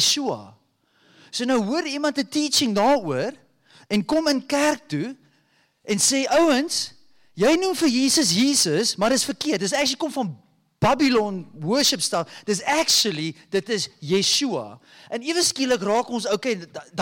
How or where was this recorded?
large echoing room